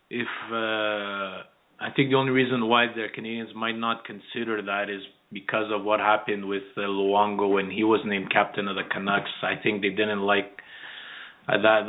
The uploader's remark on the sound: we take your phone calls